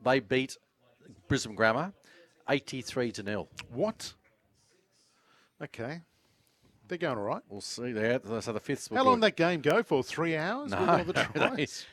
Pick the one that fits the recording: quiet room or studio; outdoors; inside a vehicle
outdoors